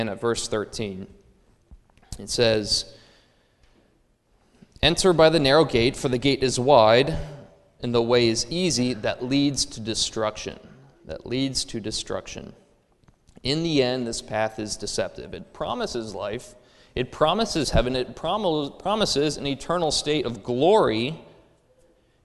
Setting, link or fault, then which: setting, large echoing room